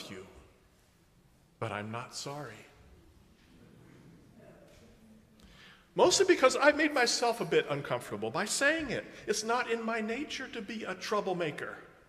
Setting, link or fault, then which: setting, large echoing room